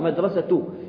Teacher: عندما حركت المدرسة صارت تلفظ معي التاء، إذن هذه تاء مربوطة.